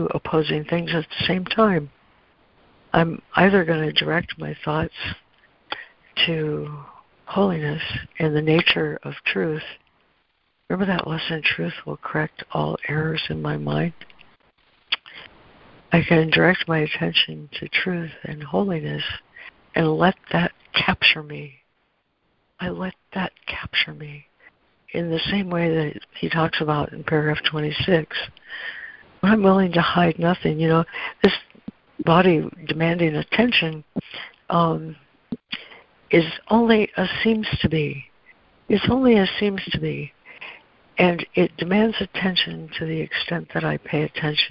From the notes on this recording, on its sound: ACIM Daily Conference Call.